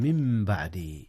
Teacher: جاء الإقلاب هنا يا أستاذنا، حيث النون انقلبت ميما قبل الباء